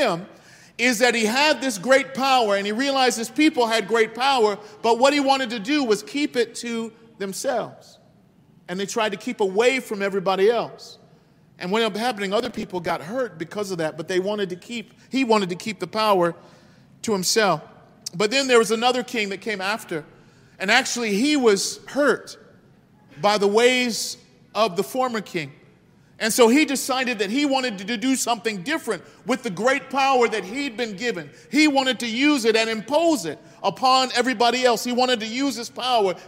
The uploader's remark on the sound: This message was delivered on December 4th 2022 at New City Fellowship West End. Louis, MO.